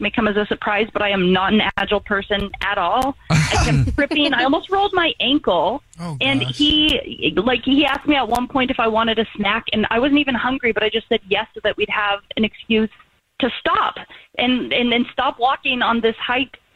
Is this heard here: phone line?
yes